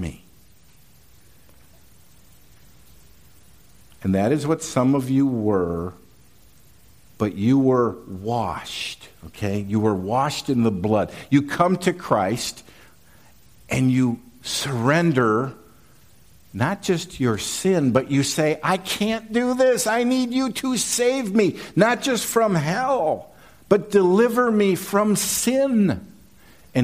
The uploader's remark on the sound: These messages were preached at Valleybrook Community Church meeting at Kaneland Middle School, Maple Park, IL.